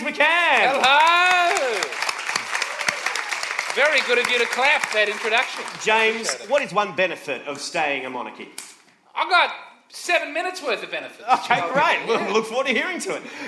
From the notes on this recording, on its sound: AdelaideCabaretFestival. Recorded live on stage. I’d urge you to listen out for the excruciating audience reactions. In front of the good people of Adelaide.